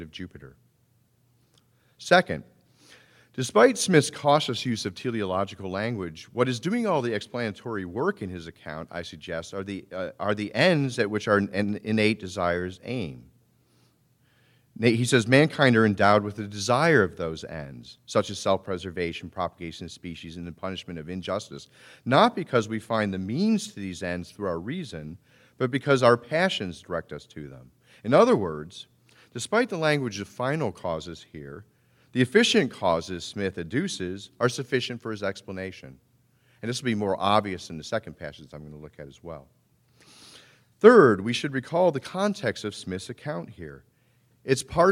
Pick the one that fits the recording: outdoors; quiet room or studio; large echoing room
large echoing room